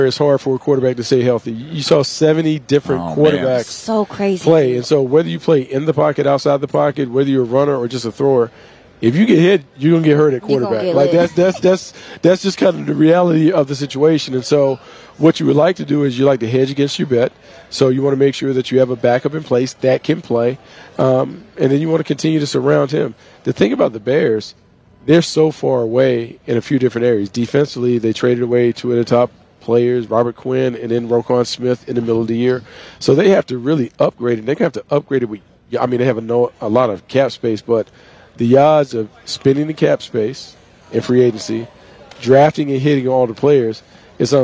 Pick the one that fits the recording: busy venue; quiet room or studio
busy venue